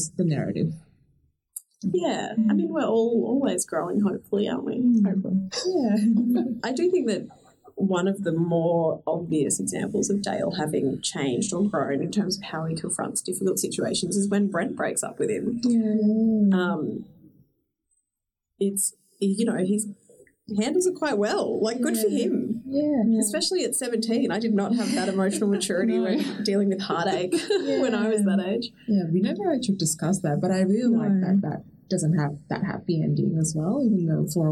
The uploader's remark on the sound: Apologies for the audio issues in this episode. We were contending with new equipment and not everything went according to plan!